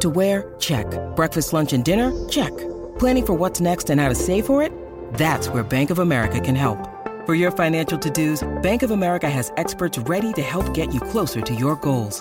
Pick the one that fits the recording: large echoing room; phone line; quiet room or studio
quiet room or studio